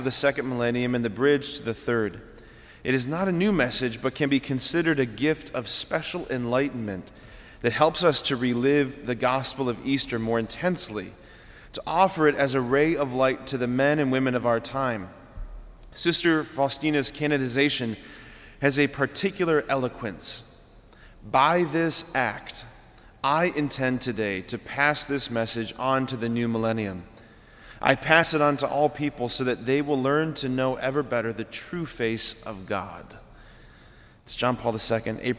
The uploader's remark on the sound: Sacred Heart of Jesus Catholic Church in Wadsworth, OH